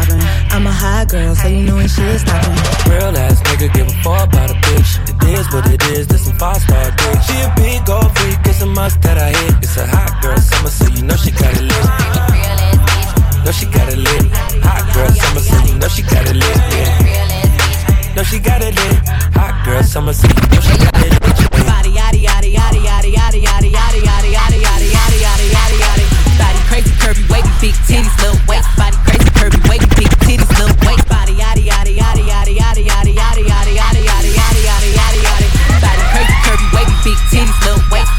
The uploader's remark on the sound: ATLANTIS - QUEENS NYC - LIVE AUDIO